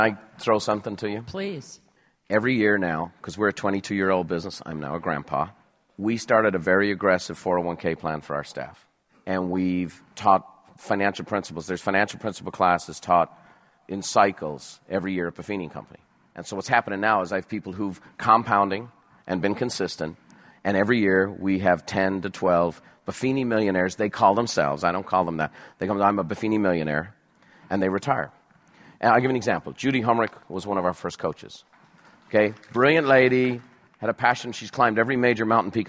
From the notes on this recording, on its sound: Recorded live at Buffini & Company’s “The Peak Experience,”.